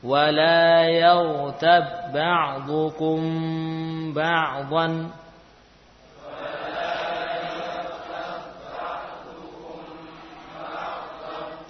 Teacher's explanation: Mimnya hilang. Enggak, mimnya tetap ada. Bahkan ditambah ukuran gunnahnya. · Term: Ikhfa Syafawi